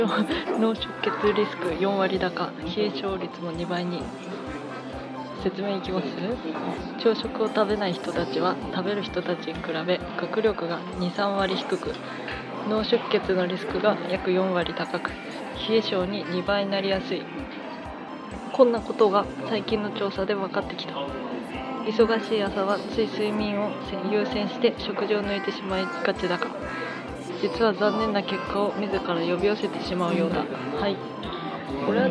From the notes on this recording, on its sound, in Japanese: 温泉施設のレストランでの録音です。